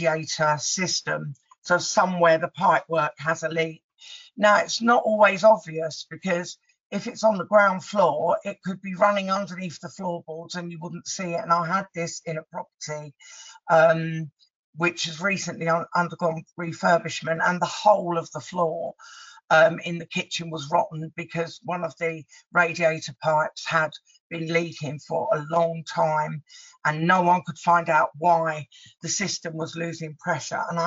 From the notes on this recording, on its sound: Recording to the Propertymark webinar presented by Inventory Base